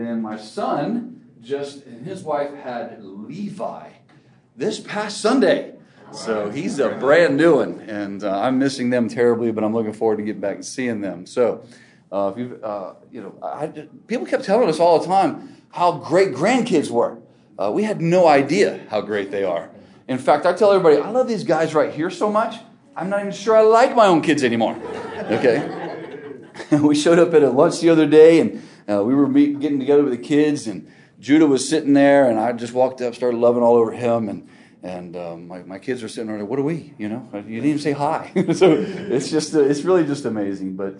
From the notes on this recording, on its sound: This episode is from Impact Discipleship Ministries, recorded at the National Disciple Making Forum.